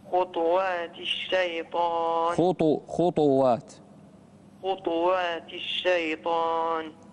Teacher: ولا تتبعوا ولا تتبعوا خطوات الشيطان. نعم، لأن الإسكان قراءة أخرى، الإسكان خطوات قراءة أخرى، فلازم توضح الضم هنا